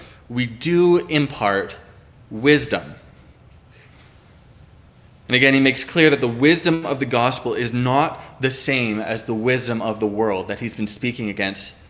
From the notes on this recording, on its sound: Preached on October 17, 2021 at Liberty Grace Church